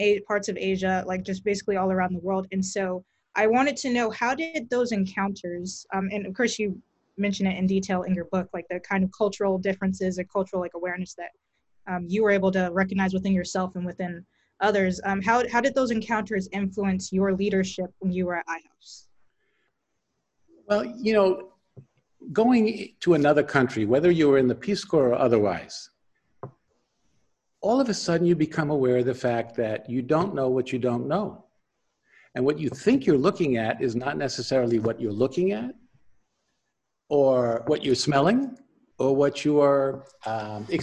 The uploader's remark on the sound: This interview was conducted over Zoom